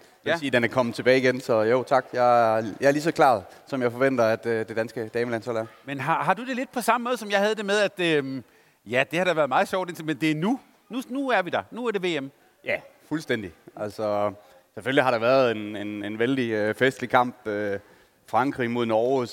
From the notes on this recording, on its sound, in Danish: Fredag eftermiddag var vi på plads på scenen i Fanzonen i Boxen. Optog vores optakt foran et live publikum, ligesom festen i Boxen begyndte.